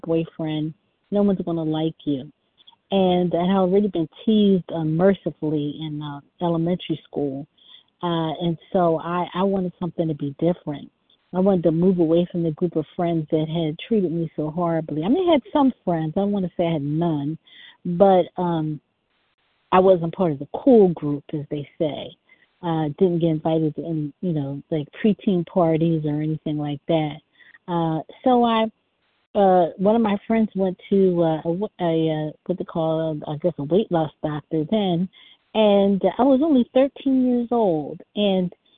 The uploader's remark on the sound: 100 Pounders Phone Meeting.